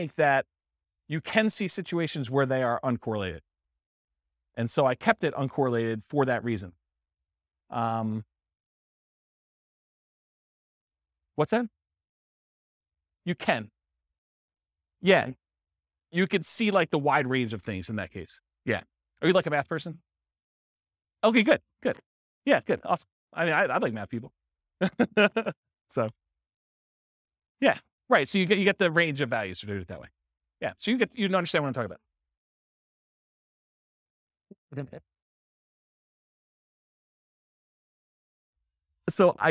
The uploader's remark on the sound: This was a live class recorded.